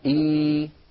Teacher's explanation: أبدل الهمزة الساكنة ياء مجانسة لكسرة الهمزة الأولى فيصير النطق إي. · Term: حرف مد